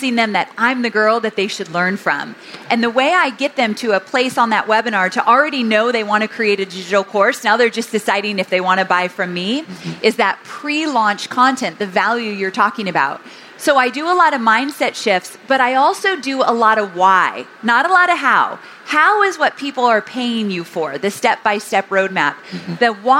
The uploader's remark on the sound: INBOUND 2023 Replay. I had the incredible opportunity to take the stage at the 2023 event for a fireside chat.